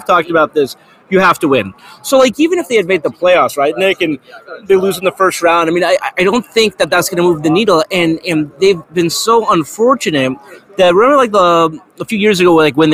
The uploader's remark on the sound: live from Super Bowl Media Row